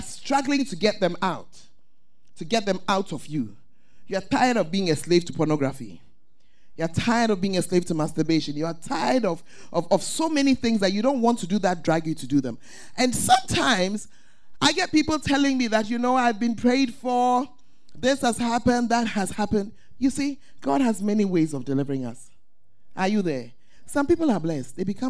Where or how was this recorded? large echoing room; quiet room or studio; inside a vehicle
large echoing room